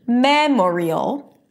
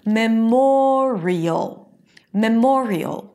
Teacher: the stress does not remain on the first syllable. It shifts to the one syllable before the suffix · Shown in: second take · IPA: məˈmɔːriəl